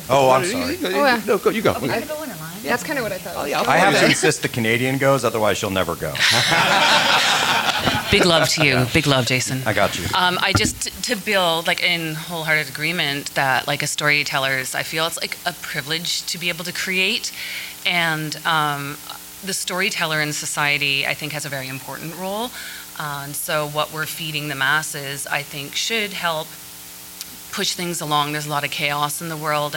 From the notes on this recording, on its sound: Recorded live at Nightmares Film Festival, the 2023 Social Progress through Horror panel!